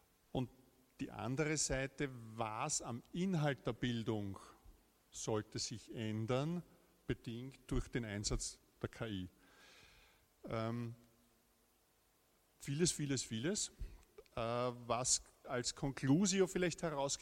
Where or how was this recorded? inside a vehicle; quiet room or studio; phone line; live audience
live audience